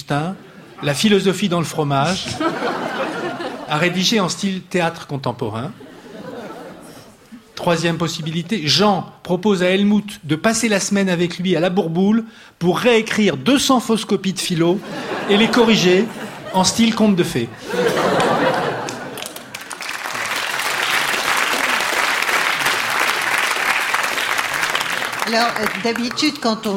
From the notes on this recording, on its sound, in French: Une émission enregistrée en public au studio 105 de la Maison de la radio.